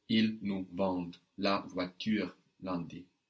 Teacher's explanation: that ENT, which is silent on the end of verbs, just helps us hear that D before